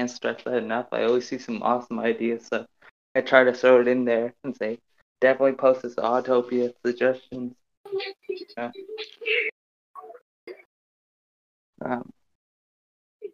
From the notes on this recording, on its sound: Otto NFT Live Minting Discord Event VC.